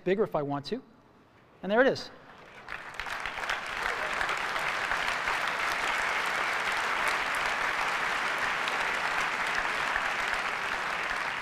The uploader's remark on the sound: Macworld San Francisco 2007 Keynote Address. Keynote address from San Francisco's Moscone West.